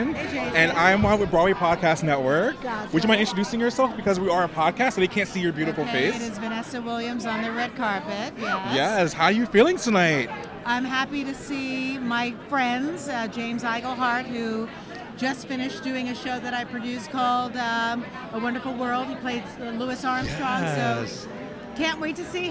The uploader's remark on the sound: Live on the red carpet of Monty Python's Spamalot. Live from "Monty Python's Spamalot" Opening Night Red Carpet. Live on the red carpet of Monty Python's Spamalot.